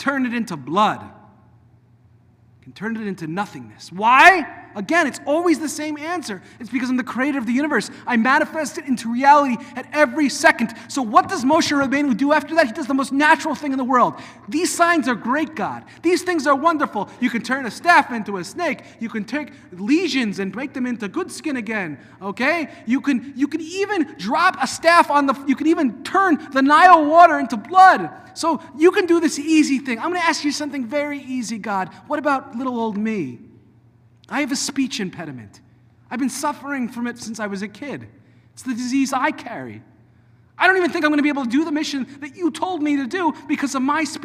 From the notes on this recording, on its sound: delivered at Temple of Aaron on Shabbat morning on January 6th 2024